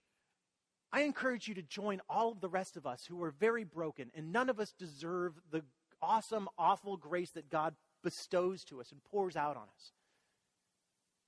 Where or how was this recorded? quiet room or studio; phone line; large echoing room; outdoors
large echoing room